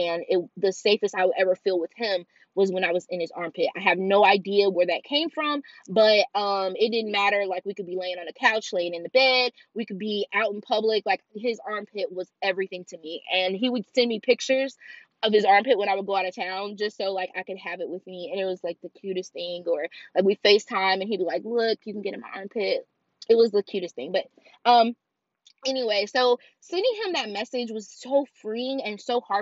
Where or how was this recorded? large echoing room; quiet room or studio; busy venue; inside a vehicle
inside a vehicle